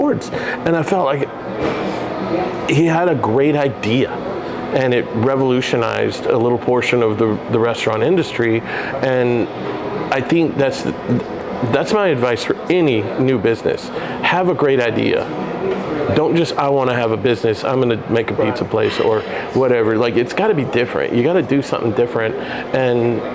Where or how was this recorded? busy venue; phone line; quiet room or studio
busy venue